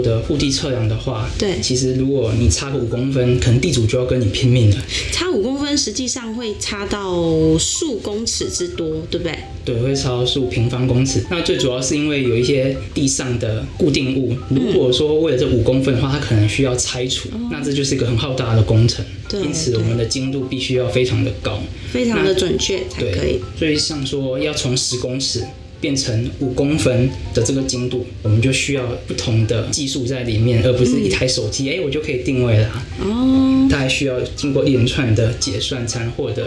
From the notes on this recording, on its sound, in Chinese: 本集錄製時遇到午後雷陣雨。背景不時有打雷聲。